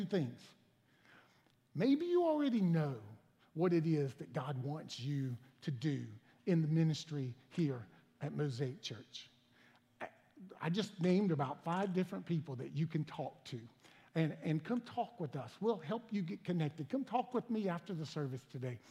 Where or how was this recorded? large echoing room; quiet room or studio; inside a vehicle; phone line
large echoing room